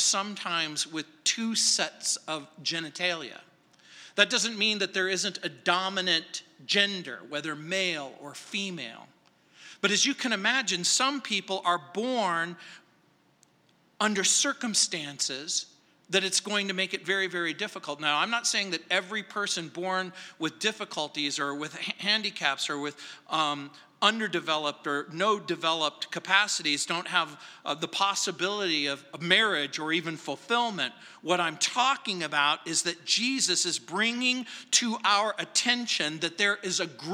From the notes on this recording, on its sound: at Calvary South Denver in Littleton CO